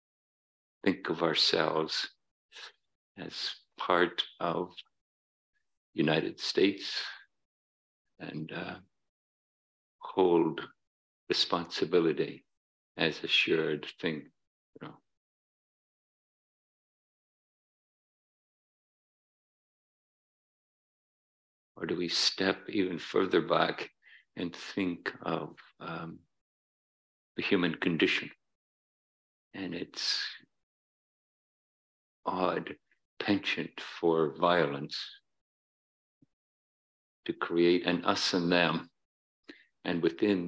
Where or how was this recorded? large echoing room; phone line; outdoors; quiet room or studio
large echoing room